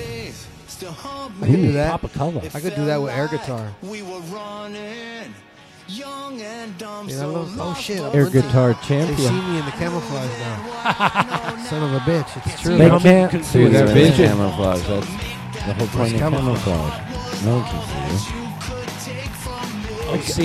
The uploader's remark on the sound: Filmed in front of a live Studio Audience